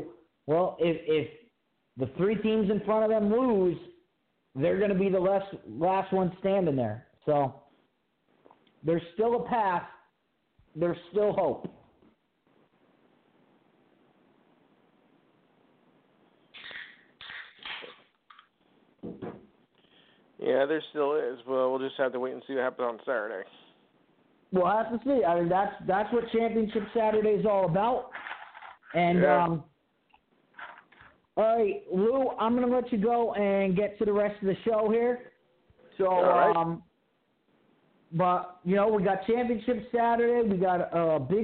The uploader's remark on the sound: your phone calls and comments